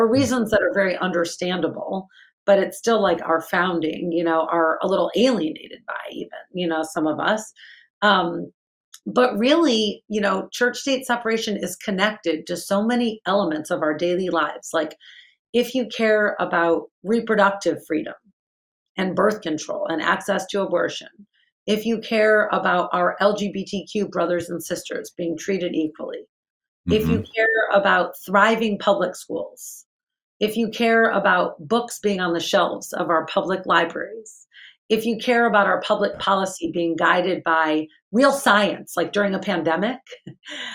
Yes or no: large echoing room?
no